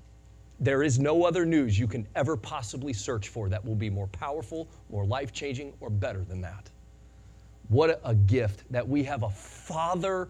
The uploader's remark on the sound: Sunday Morning Sermon Audio.